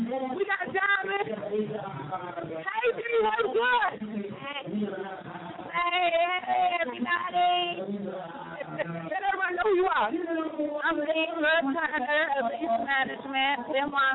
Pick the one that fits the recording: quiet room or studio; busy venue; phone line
busy venue